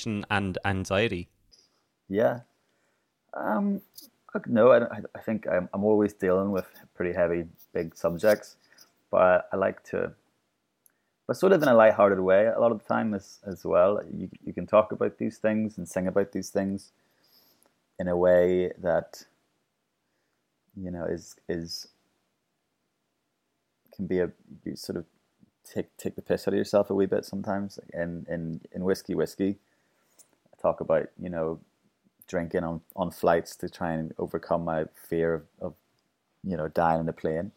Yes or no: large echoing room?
no